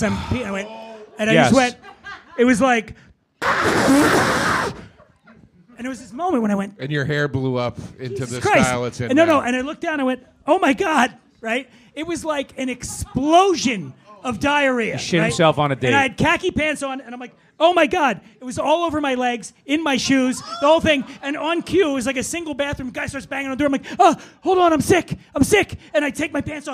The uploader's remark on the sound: This episode was recorded live at The Stand Comedy Club in New York City. Is joined on stage by comedians.